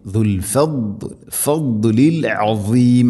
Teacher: വല്ലാഹു ദുൽ, ദുൽ അല്ല, ദുൽ ഫദ്ലി, ദാദ് സ്വാദിന് പുള്ളിയിട്ട ദാദ്, നാവിൻ്റെ ഏതെങ്കിലും ഒരു സൈഡ് അണപ്പല്ലുകളോട് ചേർന്ന് ഹെവിയായിട്ട് സ്വരഭാരത്തിൽ ഉച്ചരിക്കും.